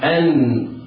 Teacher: وتجويد الإظهار أن ننطق بالنون في سلاسة ويسر ونخرجها من مخرجها وهو طرف اللسان مع ما يحاذيه من لثة الأسنان العليا